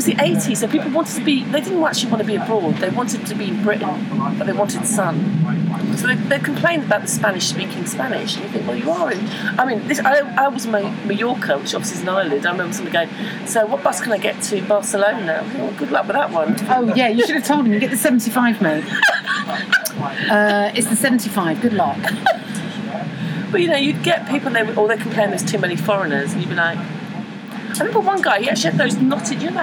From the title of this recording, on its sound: Talk on a train